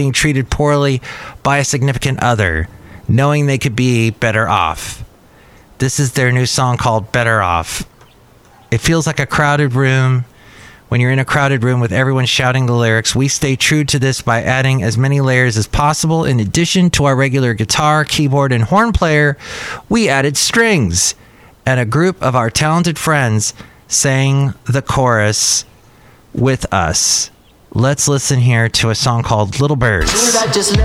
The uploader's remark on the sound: podcasts live from Cafe Anyway